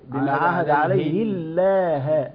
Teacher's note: إذا جاء ما قبل لفظ الجلالة مكسورا رققت اللام من لفظ الجلالة